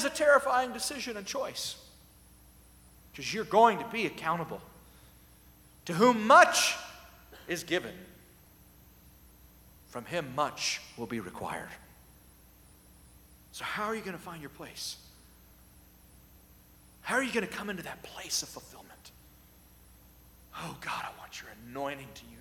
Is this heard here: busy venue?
no